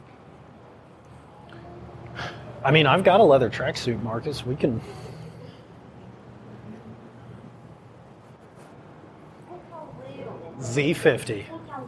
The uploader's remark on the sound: Live from Barber Motorsports Museum